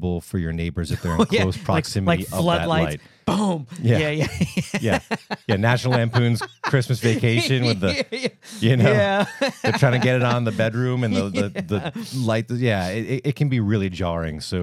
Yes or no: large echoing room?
no